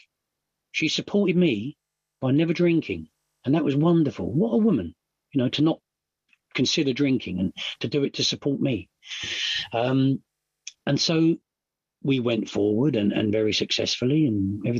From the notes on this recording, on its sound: at the Magical Mystery Tour zoom meeting in December of 2022